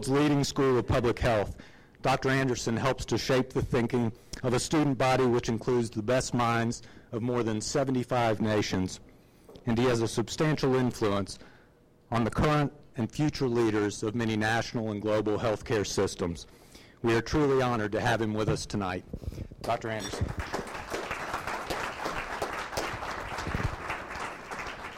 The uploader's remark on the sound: GBF 2010 - Opening Dinner/Keynote.